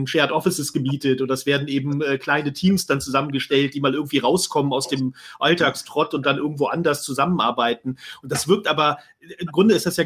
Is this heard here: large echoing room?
no